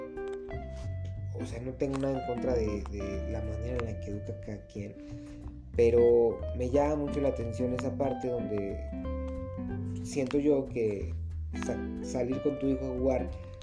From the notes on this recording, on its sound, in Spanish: Disculpen el audio y la edición pero no fue planeado el potcast.